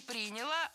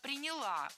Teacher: Не приняла, а приняла. Ударение в этом глаголе ставим на окончание. · Shown in: second take